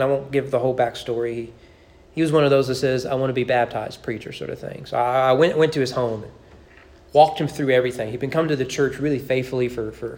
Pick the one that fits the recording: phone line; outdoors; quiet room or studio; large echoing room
large echoing room